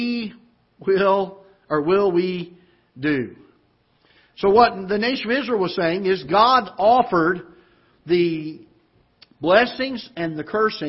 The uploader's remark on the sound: Ketha Heights Baptist Church ~ Live Broadcast